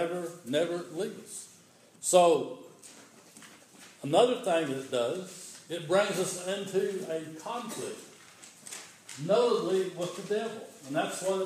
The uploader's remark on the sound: This is an audio recording of the Sunday worship service on Sunday, December 6, 2015 at Persia United Methodist Church in Rogersville, TN.